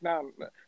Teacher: you now barely pronounce the T, and you, like, very quickly pronounce the N